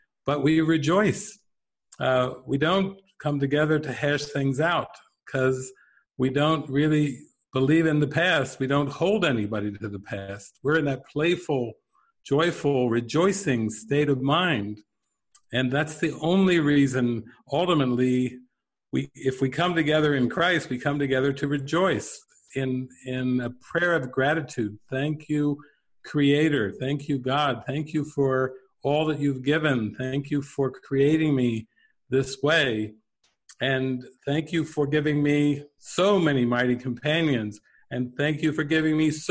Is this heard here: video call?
yes